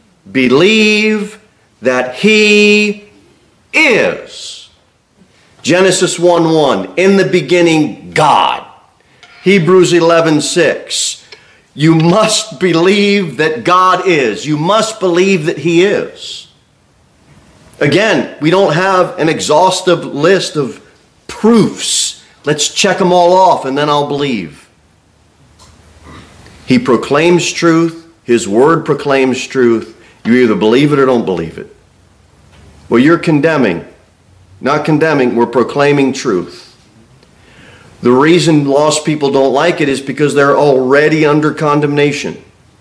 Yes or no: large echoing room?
yes